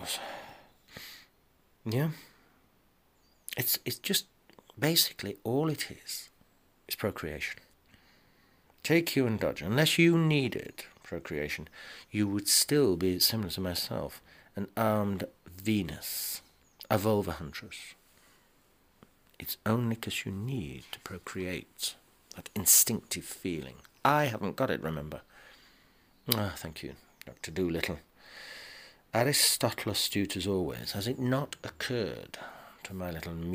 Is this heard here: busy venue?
no